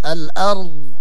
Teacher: ولابد من الاستطالة هكذا. الأرض ولا نقلقل الضاد إذا وقفنا عليه، لا نقول الأرض ض ض غلط.